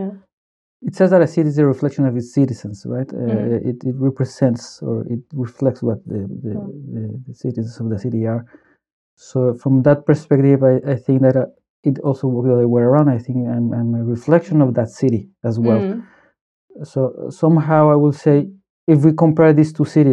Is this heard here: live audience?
no